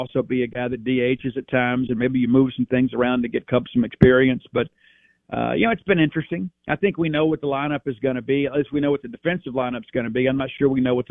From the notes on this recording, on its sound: Joins the show on the Farm Bureau guest line talking about all things Bulldog sports live in the BankPlus Studio.